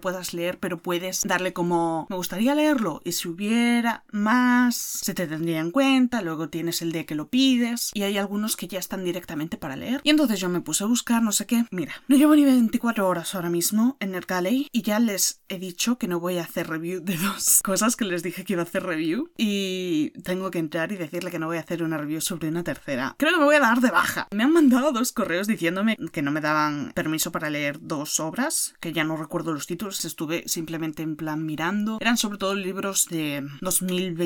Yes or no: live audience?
no